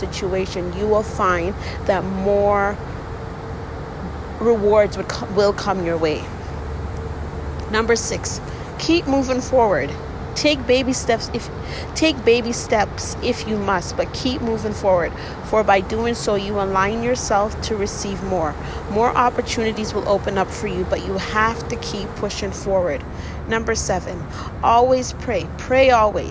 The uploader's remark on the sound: I made this episode while on my break at work. Please don’t get distracted with the noise in the background. I work at the airport.